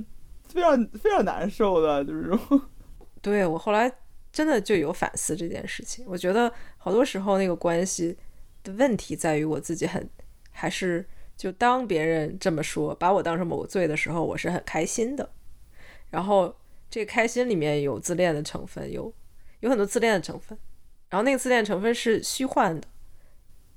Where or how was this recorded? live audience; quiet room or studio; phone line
quiet room or studio